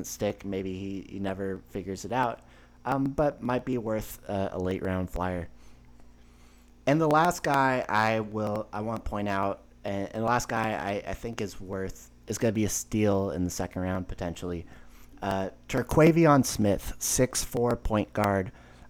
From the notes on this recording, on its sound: Apologies for the slight crackling. Tried to fix it in post, but my computer may just be getting old when recording.